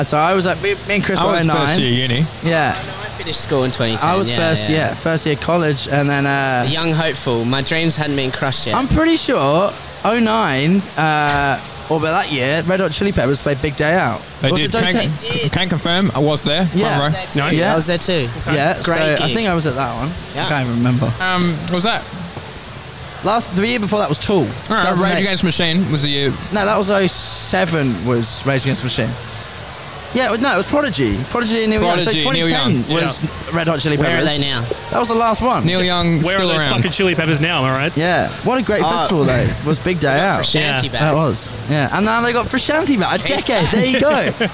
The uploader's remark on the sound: 'The Green Room' podcast rings in the new year at Falls Festival in Byron Bay